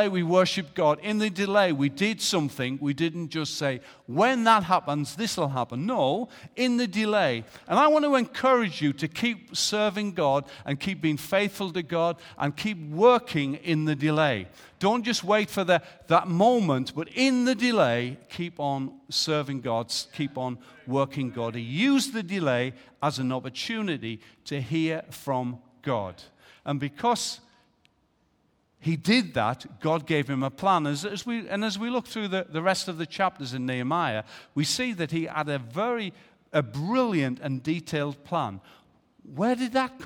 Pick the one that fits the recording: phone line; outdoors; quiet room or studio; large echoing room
large echoing room